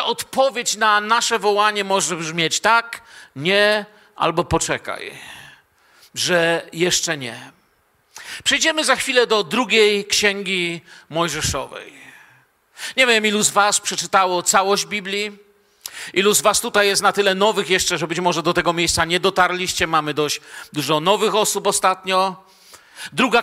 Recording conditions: large echoing room